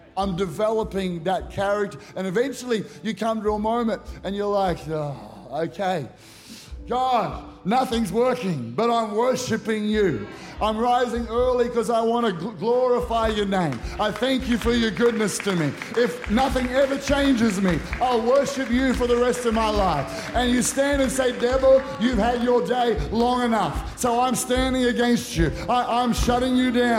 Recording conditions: live audience